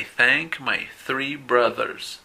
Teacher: Ahí vemos que las primeras dos palabras con TH se pronuncian sin voz. Y el tercero, brothers, se pronuncia con voz.